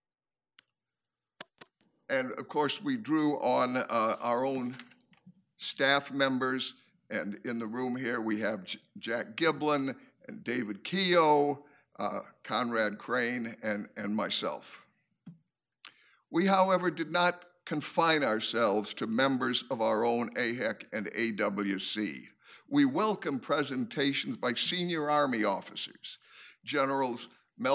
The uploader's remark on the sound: General Omar Bradley Memorial Lecture. Army Heritage and Education Center (USAHEC) hosted. To present the General of the Army Omar Nelson Bradley Memorial Lecture.